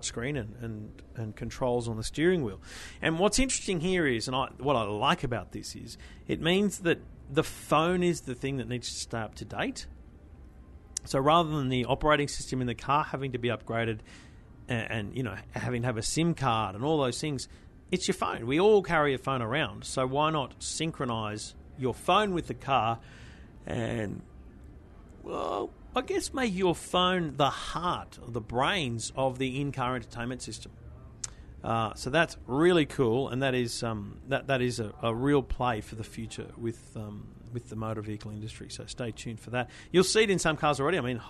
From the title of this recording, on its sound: Live From The Consumer Electronics Show In Las Vegas